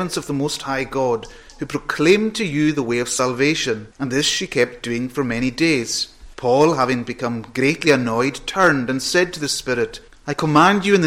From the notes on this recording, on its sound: Sunday Evening Thanksgiving Service. Recorded at North Harris Free Church on the evening of Sunday 17th September 2022.